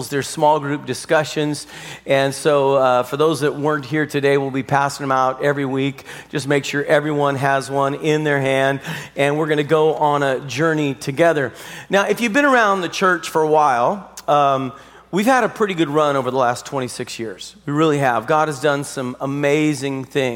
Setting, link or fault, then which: setting, large echoing room